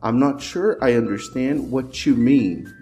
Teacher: Esse what you mean, perceba que eu não pronuncio o T